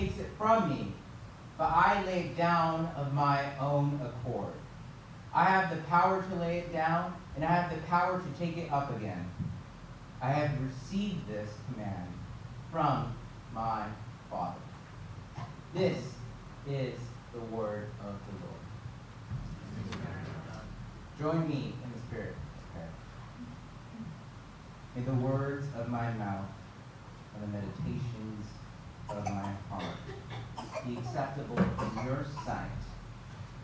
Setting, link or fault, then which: setting, large echoing room